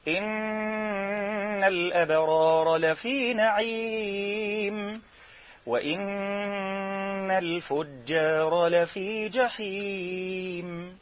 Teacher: البعض يغلق الشفتين عند نطق النون المشددة